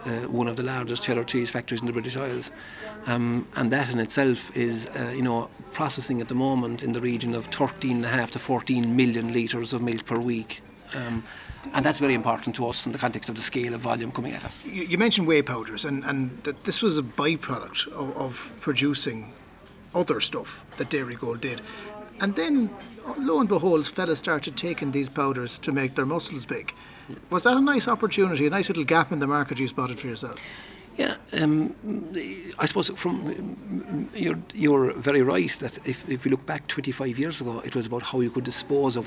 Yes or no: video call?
no